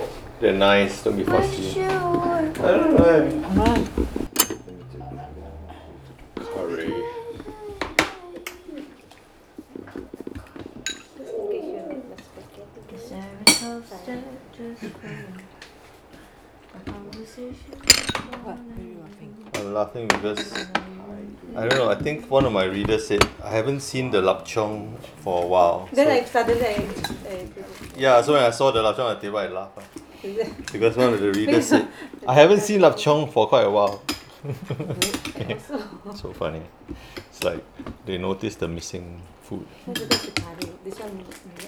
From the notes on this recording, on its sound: Excuse the sounds of clanging plates.